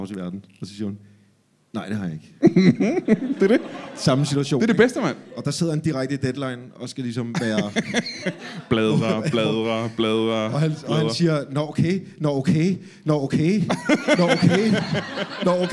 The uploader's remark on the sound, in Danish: LIVE fra Mojos Blues Bar